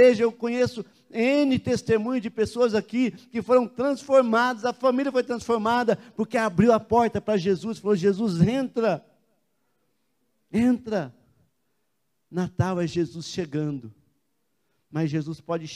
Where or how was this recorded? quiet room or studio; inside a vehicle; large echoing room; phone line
large echoing room